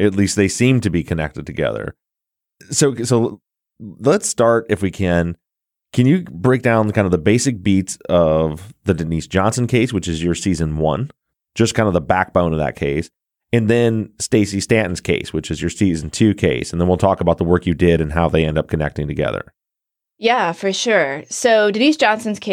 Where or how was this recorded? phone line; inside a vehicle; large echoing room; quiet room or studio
quiet room or studio